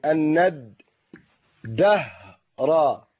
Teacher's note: إذن الذي لم ينطق الألف واللام، لأن اللام قلبت دالا وأدغمت في الدال، وهذه لام شمسية